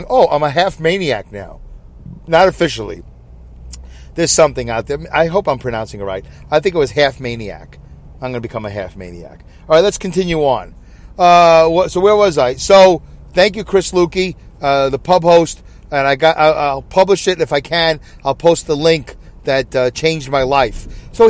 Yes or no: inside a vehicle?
yes